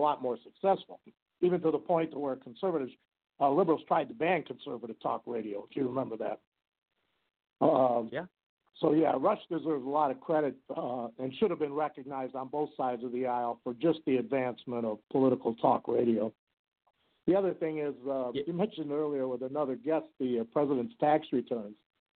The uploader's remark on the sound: calls